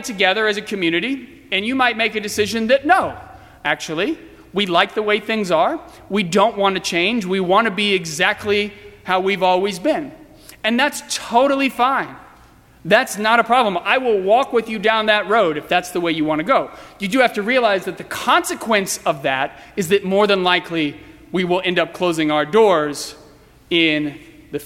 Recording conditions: large echoing room